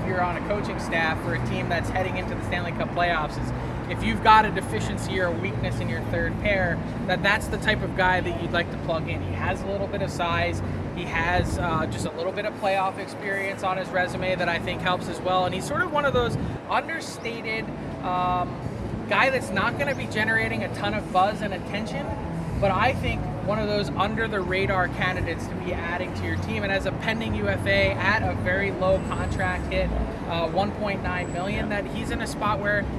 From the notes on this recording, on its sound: LIVE FROM NHL ALL-STAR WEEKEND. Live in Florida for NHL All-Star weekend.